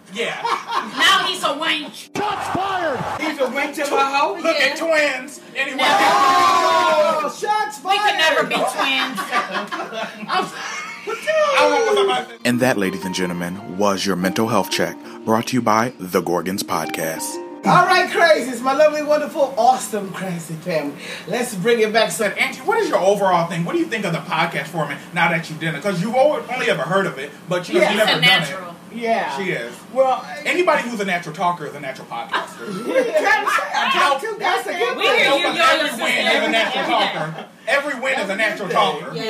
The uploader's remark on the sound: We put the recorder in the middle of the table and just started talking, so we apologize if there's a little background noise.